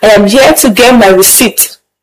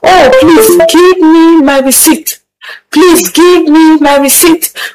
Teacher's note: the particular pronunciation is receipt, whereby the P is silent